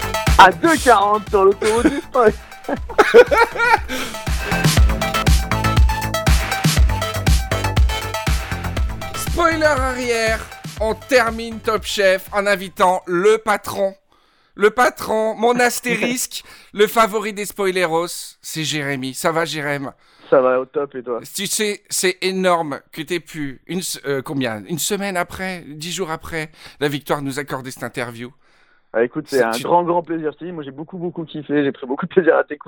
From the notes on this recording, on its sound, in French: Au téléphone